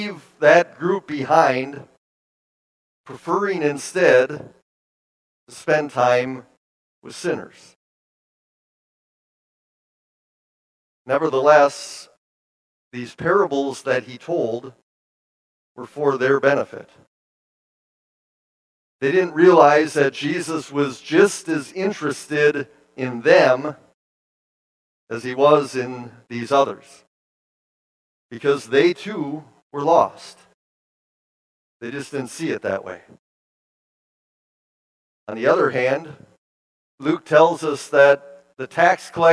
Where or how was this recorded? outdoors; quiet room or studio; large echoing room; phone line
large echoing room